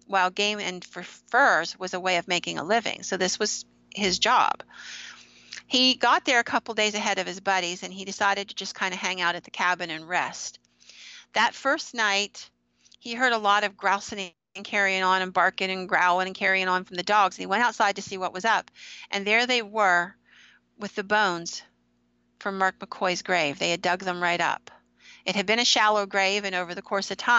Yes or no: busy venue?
no